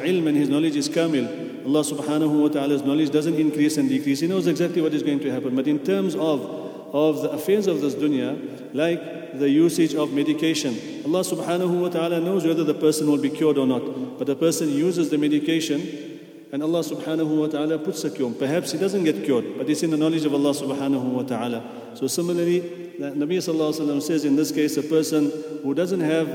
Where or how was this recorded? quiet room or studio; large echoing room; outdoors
large echoing room